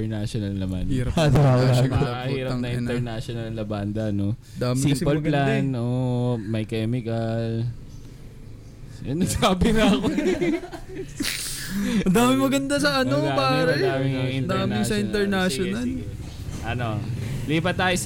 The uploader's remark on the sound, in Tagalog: Recording na along the hi-way haha!